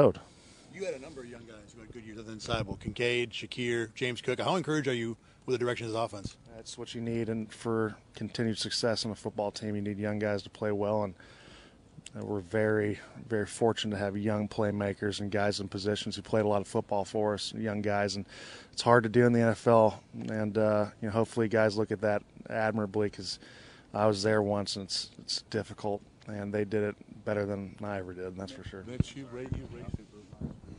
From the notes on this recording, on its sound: reports live from the Bills locker room with players.